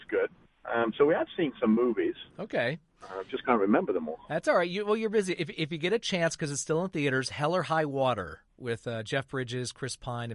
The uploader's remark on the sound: An in-studio chat with the cast of THE MILLION DOLLAR QUARTET plus a phone chat.